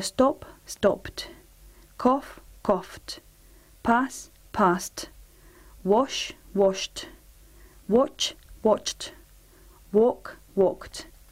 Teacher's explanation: Para una T, para los verbos que acaban en un sonido sordo